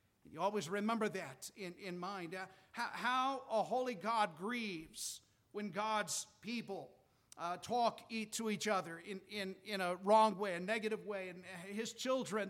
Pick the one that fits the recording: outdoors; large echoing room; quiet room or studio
large echoing room